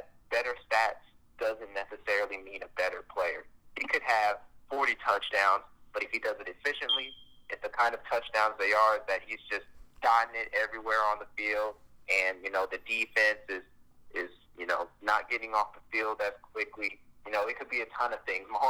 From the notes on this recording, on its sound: Joined via phone call